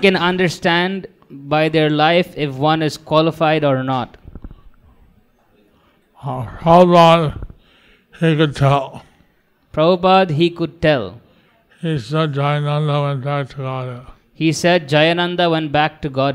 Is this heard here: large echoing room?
yes